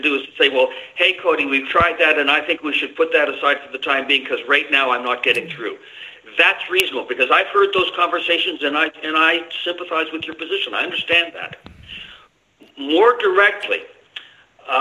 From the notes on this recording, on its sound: Trying to find out how Skype is now working was one of my objectives for today's show. Did it, did not correct the problems MicroSucks created in the previous 'updates'. Called.